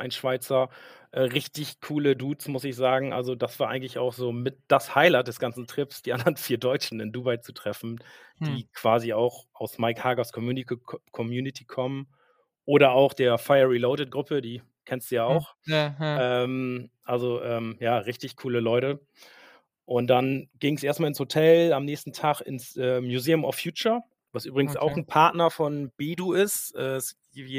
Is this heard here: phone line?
no